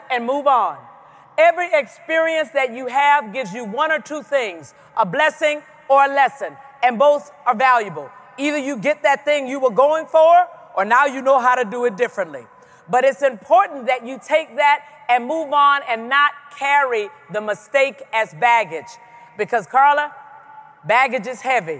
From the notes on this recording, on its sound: Speaks at the 2017 Pennsylvania Conference for Women